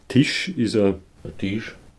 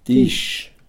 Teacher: hört man bei der Einzahl ein langes I und ein weiches Sch. Bei der Mehrzahl ein kurzes I und ein scharfes Sch.